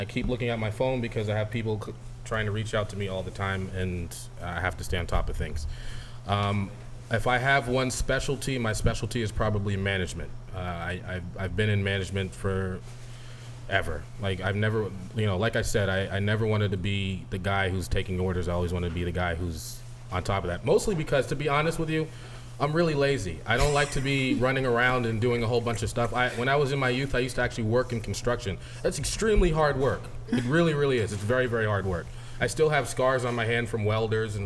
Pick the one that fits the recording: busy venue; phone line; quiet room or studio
busy venue